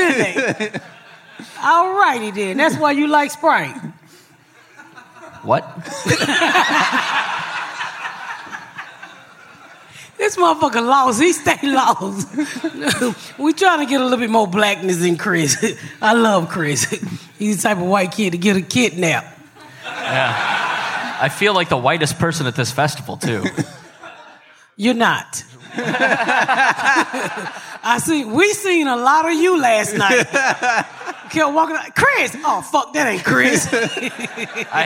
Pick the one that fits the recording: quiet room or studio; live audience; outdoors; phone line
live audience